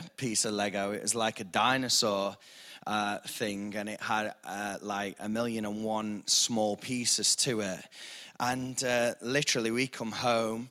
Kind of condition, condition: setting, large echoing room